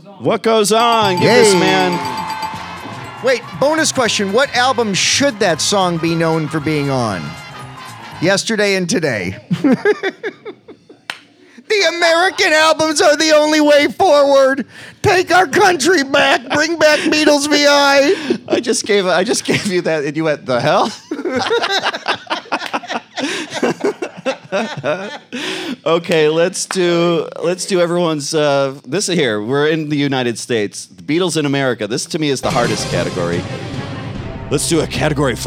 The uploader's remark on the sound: LIVE from …fest 2023! The Untitled … Podcast recorded their first-ever live show at The Fest For … Fans in Rosemont, IL; proud home of a Caddyshack restaurant and a surprisingly large mafia influence. In front of an unsuspecting, live audience.